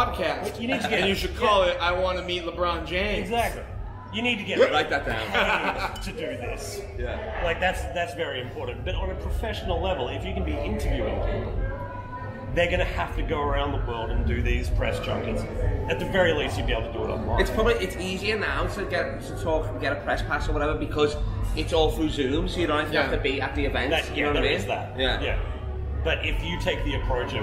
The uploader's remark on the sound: Live from Fringeworld. Courtside Karens in Perth.